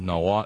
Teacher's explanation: It's my understanding you do not pronounce the L. It's a silent L.